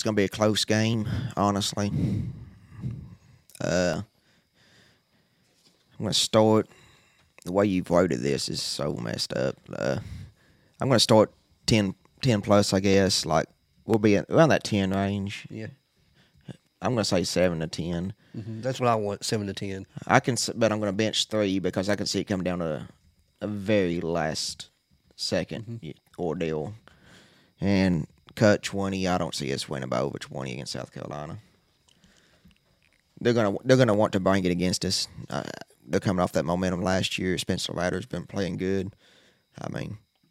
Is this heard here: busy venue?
no